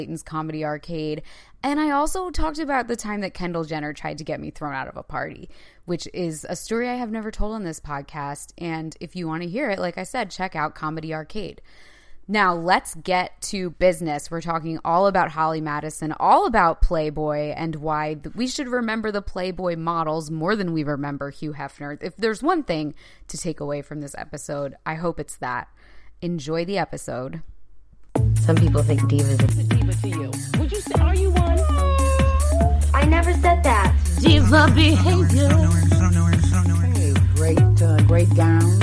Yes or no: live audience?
no